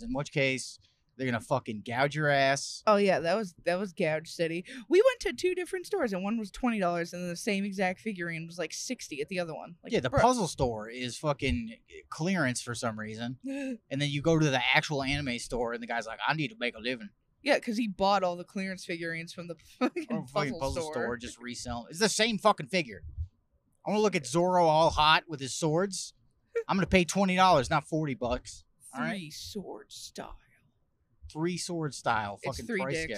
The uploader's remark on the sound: We are STILL driving home from Canada this week, and if we didn't hate upstate NY before, we certainly do now!